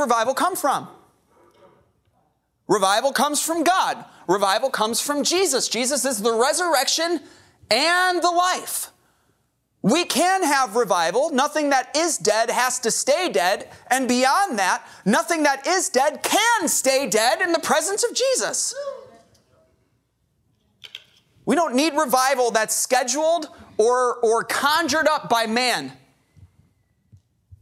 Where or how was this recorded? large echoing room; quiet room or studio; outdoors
large echoing room